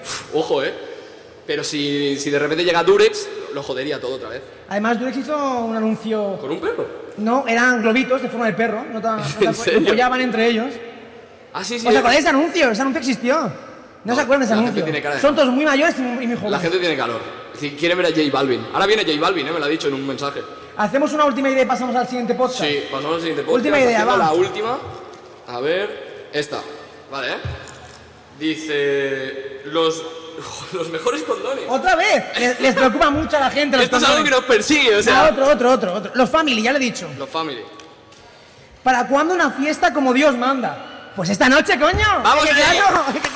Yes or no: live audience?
yes